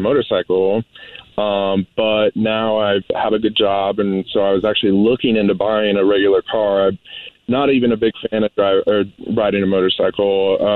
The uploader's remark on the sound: We get that other person on the phone